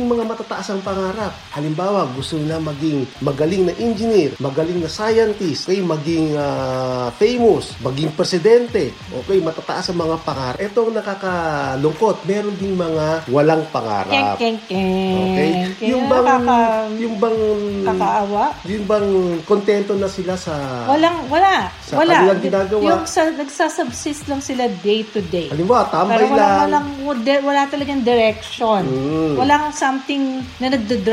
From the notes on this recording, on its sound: Note there is a slight hissing sound in our audio, but otherwise still loud and clear. Hope you do not mind this slight technical glitch.